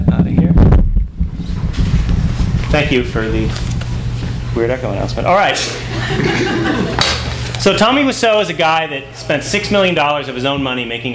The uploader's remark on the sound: THIS EVENT WAS RECORDED LIVE AT SKYLIGHT BOOKS.